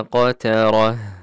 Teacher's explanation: وقترة راء مفخمة لأنها مفتوحة في كلمة قترة